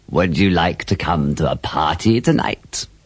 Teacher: remember to pronounce would and should with a schwa